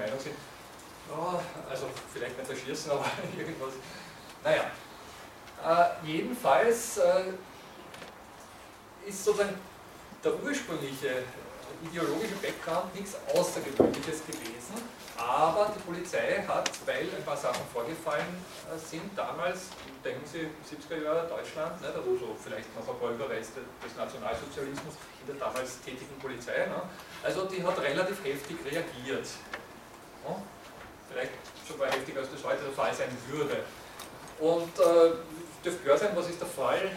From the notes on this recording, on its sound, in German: Diese Vorlesung wurde von Studierenden aufgenommen